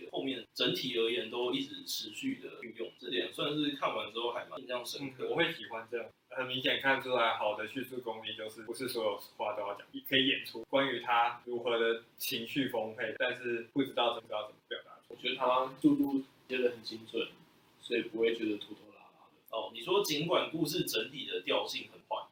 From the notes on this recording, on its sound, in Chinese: 紫羅蘭的第1-2兩話是首次錄音，成品音質與口語剪輯都比較差勁，日後會慢慢修正。